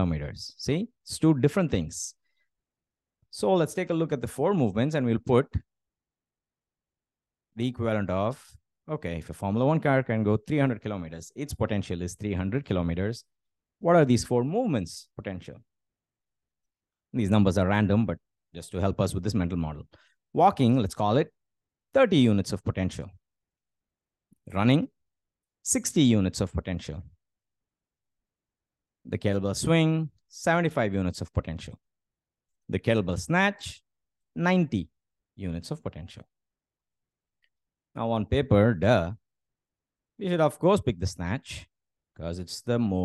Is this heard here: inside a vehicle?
no